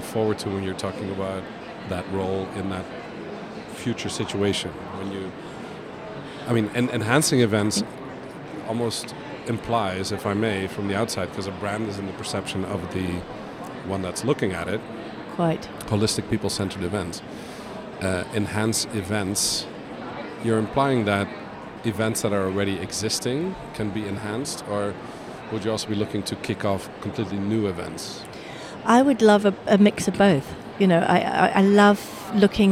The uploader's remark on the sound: Live from buzzing and immersive IMEX 2023 in Las Vegas, USA